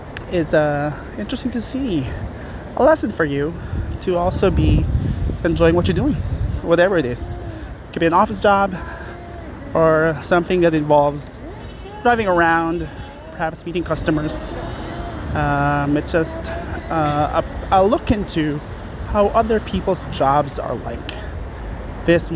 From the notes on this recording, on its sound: more walking and talking